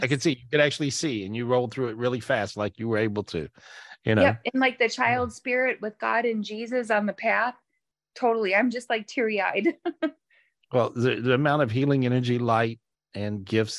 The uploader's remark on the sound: Weekly Zoom Podcast in Audio format. This was recorded LIVE on Zoom.